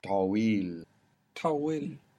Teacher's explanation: we have the T that's coming from the back